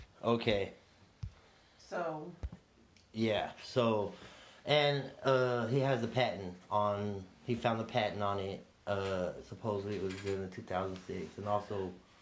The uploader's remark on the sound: sorry about the technical difficulties